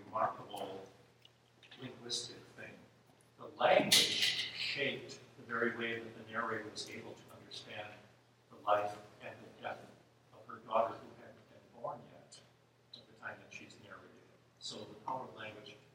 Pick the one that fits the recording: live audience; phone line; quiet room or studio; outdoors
live audience